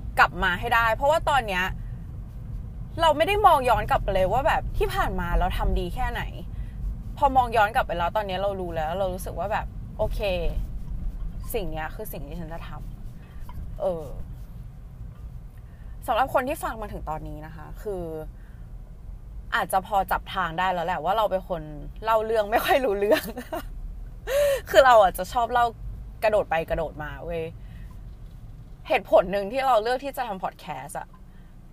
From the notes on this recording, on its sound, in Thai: นี้เสียงไม่ค่อยโอ 55555 คืออัดบนรถครั้งแรก แล้ว noise มันเยอะมาก. อัดสด no script.